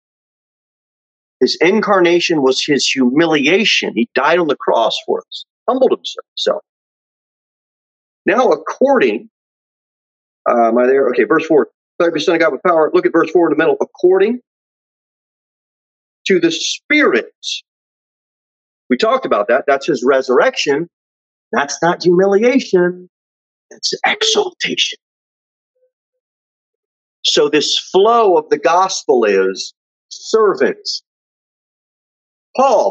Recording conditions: large echoing room